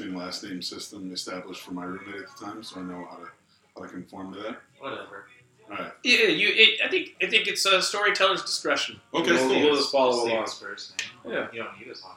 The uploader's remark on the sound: During this recording we had some technical issues so the sound isn't perfect.